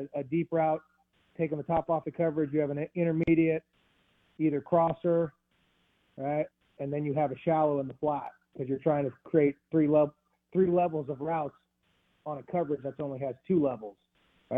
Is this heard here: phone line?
yes